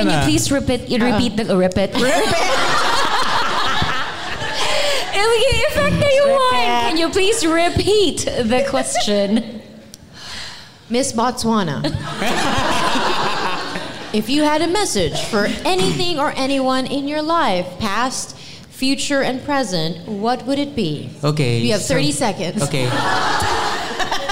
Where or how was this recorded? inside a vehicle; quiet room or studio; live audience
live audience